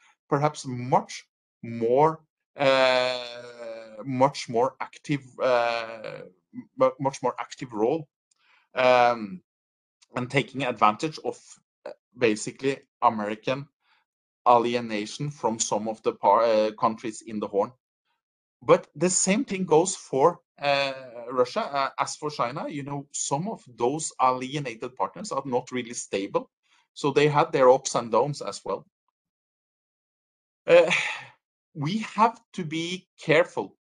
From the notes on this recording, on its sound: This virtual lecture